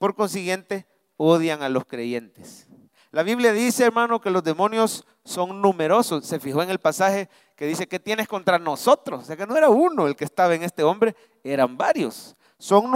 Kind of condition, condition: setting, large echoing room